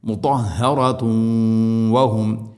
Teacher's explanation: തൻവീനിനെ വ എന്ന അക്ഷരത്തിലേക്ക് കൂട്ടി ലയിപ്പിക്കണം. · Term: ഗംബിഗുന്ന